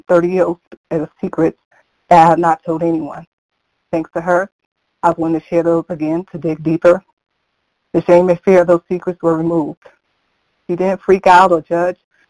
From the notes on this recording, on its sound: From the 100 Pounders Phone Meeting.